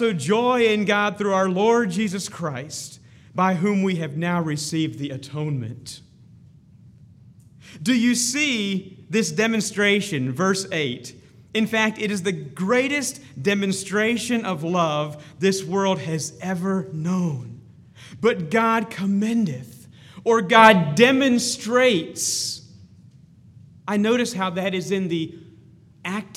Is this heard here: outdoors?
no